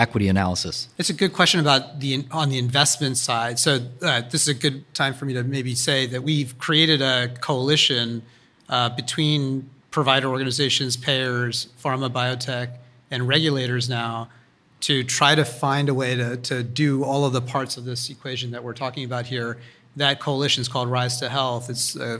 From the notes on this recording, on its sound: live audience recording